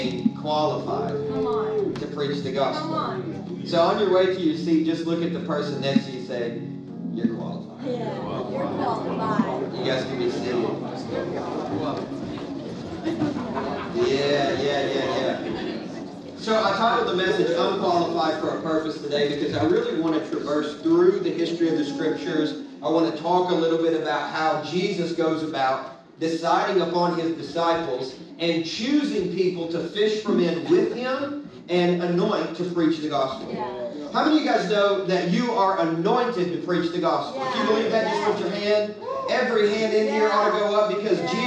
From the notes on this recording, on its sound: Legacy Nashville -- salvaged audio.